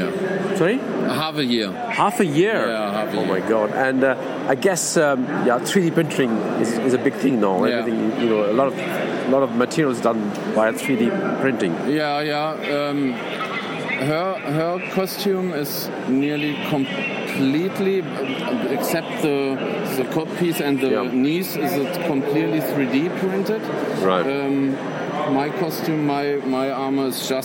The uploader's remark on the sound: Coming to you live, from Star Wars Celebration London! The Exhibition Centre London opened its doors to Star Wars fans from around the world, for the latest multi-day Star Wars convention. Through the live reports of the Star Wars collectors and friends who attended the unforgettable weekend!